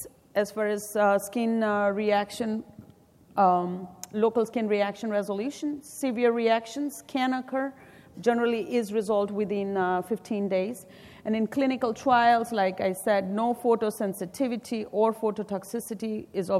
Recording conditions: live audience